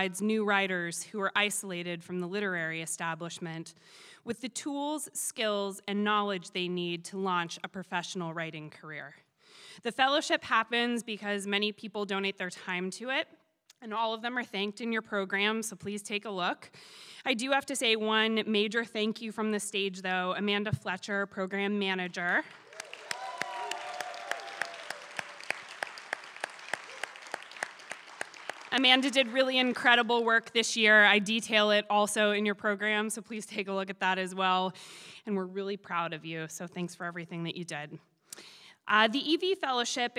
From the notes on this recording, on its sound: It is the 2017 Emerging Voices Final Reading, live from the Skirball Cultural Center.